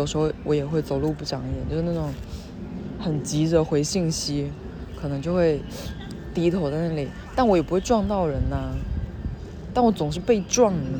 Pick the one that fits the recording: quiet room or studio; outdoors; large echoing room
outdoors